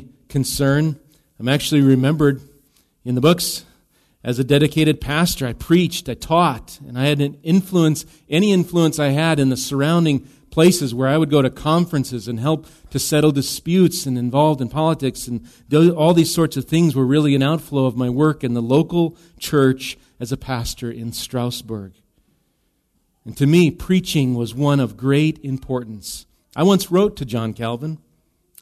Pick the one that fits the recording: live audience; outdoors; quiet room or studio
live audience